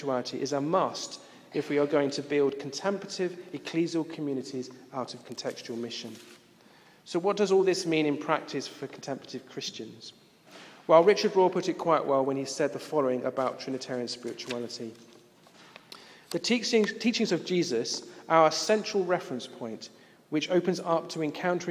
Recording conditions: live audience